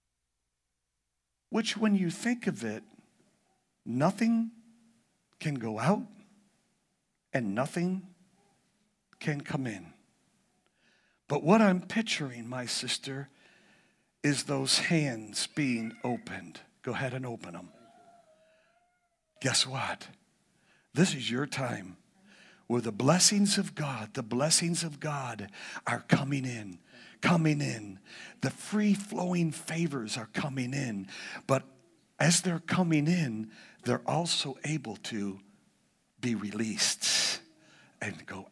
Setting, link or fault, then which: setting, large echoing room